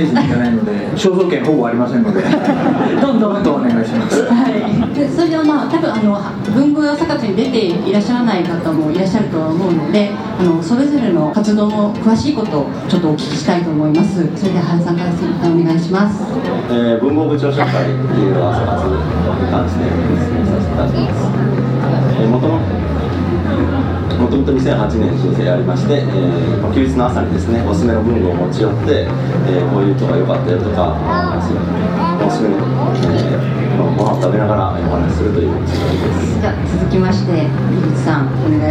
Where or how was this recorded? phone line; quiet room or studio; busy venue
busy venue